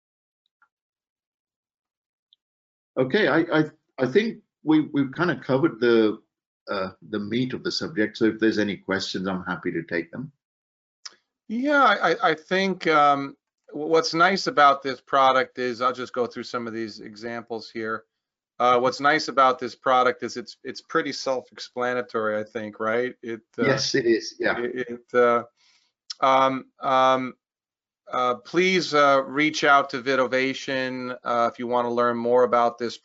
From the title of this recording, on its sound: Webinar Recording